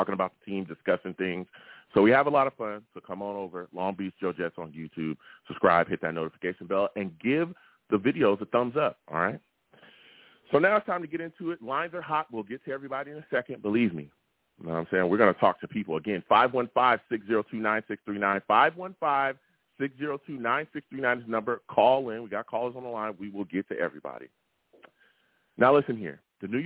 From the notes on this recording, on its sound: I take live callers!